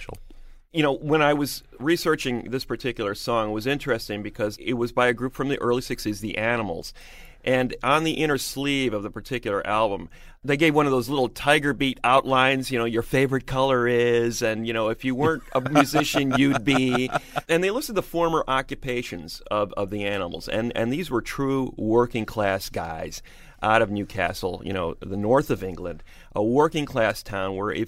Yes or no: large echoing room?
no